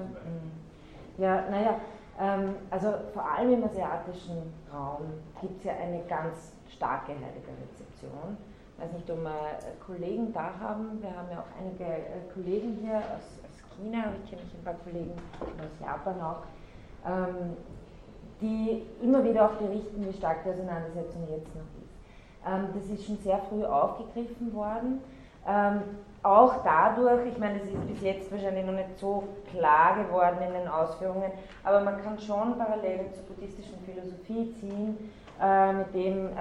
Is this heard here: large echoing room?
yes